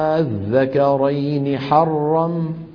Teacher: لكن ما خلوها همزة صريحة، بعضهم أبدلها ألفا وبعضهم سهلها